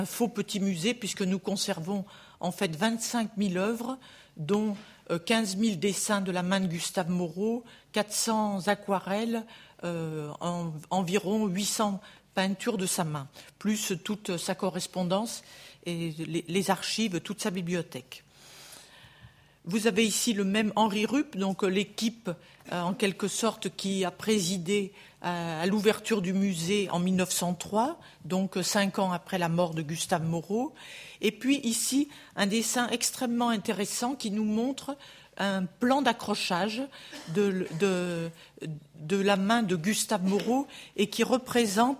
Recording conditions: live audience